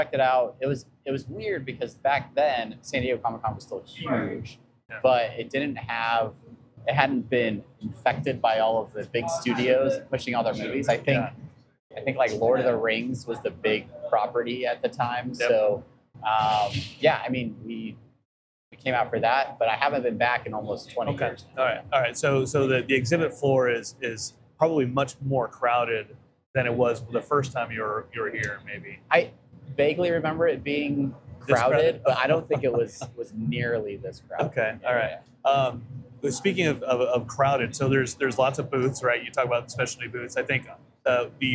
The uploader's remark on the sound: SDCC On-Location. We were in San Diego for Comic Con, we set up a camera and some mics and holy hell we were there doing things!